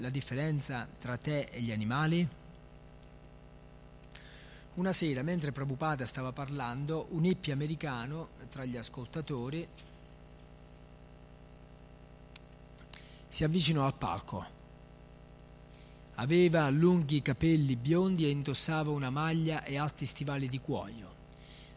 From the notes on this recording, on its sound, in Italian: in diretta dal Tempio di Villa Vrindavana